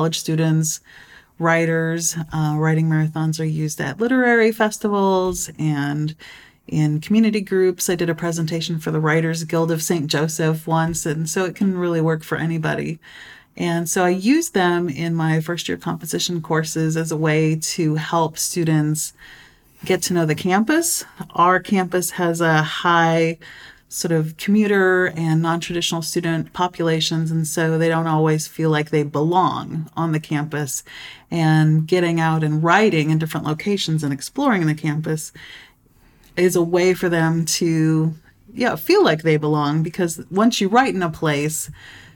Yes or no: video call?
no